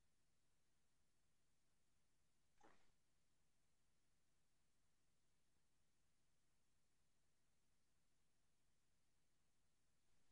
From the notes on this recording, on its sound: VIA INSTAGRAM LIVE